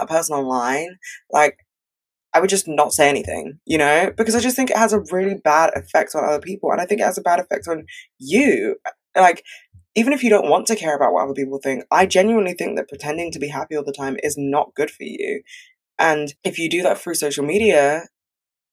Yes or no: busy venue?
no